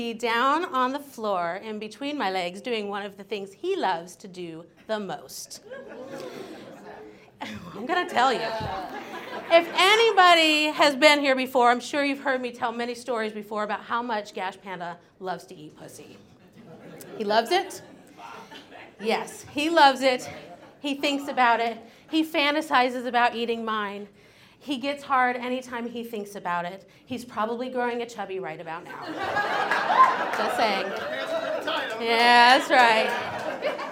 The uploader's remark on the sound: Releasing a single story from the previous evening's live event! Goes south is a live storytelling event out of Charlotte, NC. This podcast combines audio recordings from these live events to share with you! Goes south live events take place on the 3rd Tuesday of the month at Petra's in Historic Plaza-Midwood, Charlotte, NC.